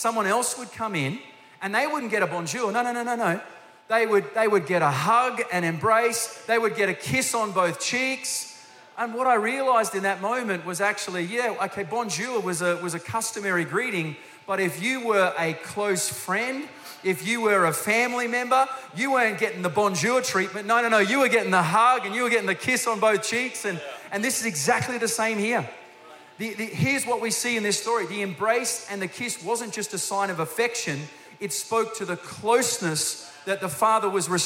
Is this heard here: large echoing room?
yes